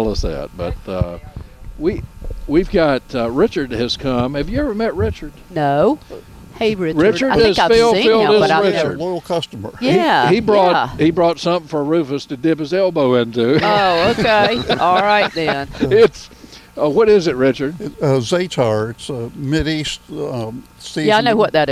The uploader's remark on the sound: broadcasting live from Campbell Road Nursery